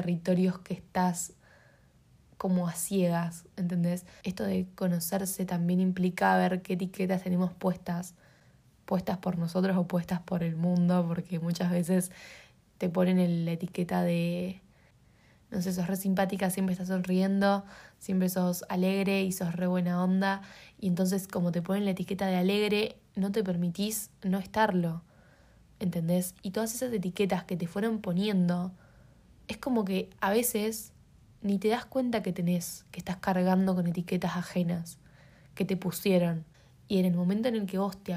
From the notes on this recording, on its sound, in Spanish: una nota de vozz